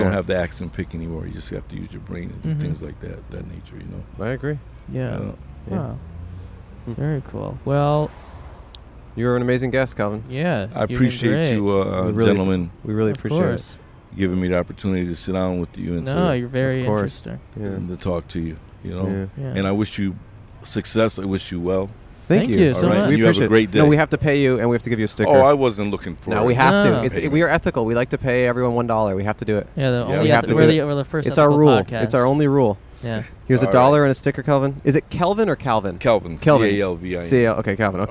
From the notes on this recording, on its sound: Recorded on Brand Blvd in Glendale, California.